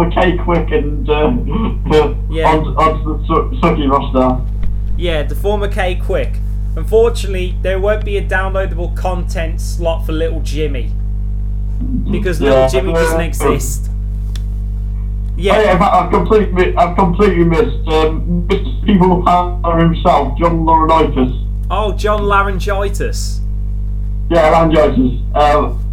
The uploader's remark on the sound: Possibly poorly recorded because we have a new computer and Skype is only accessible on that view.